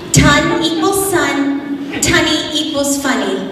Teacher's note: Most of his F's and S's make the T sound